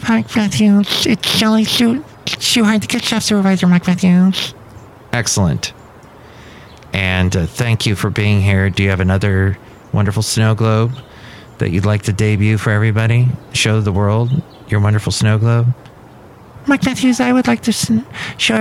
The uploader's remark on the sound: podcasts live from Cafe Anyway